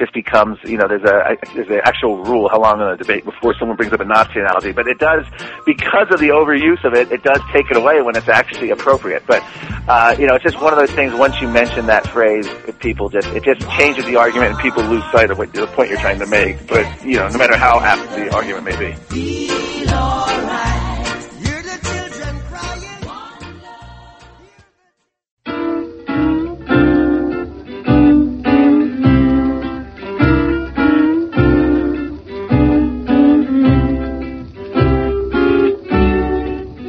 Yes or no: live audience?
no